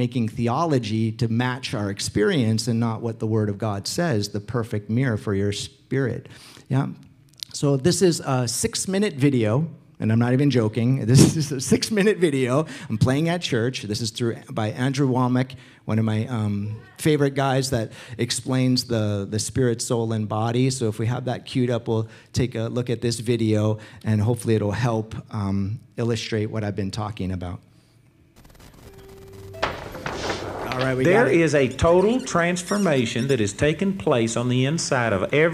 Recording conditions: large echoing room